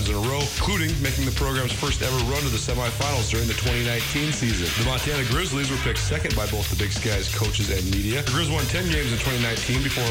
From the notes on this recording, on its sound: LIVE from the Big Sky Kickoff in Spokane. The Big Sky Kickoff media conference in Spokane.